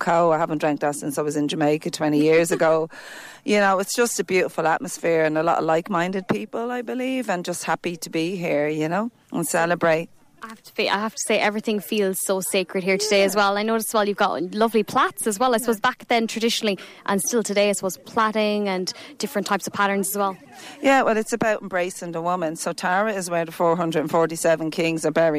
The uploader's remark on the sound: Uisneach Festival Interviews. Some of the interviews from Uisneach, Bealtaine Fire Festival 2023, with some of people attending the festival.